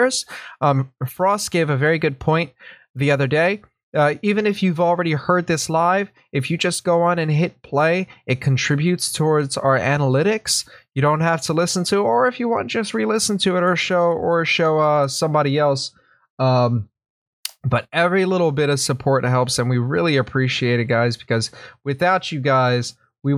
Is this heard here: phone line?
no